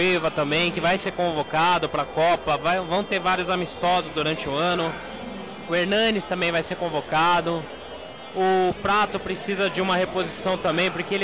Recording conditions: busy venue